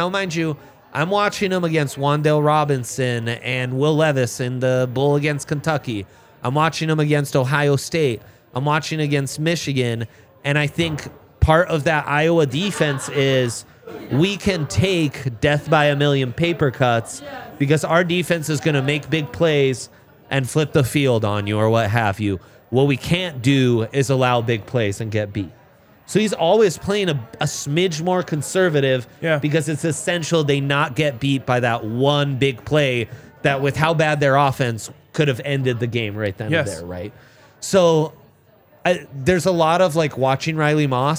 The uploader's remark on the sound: coming to you LIVE from the DNVR Bar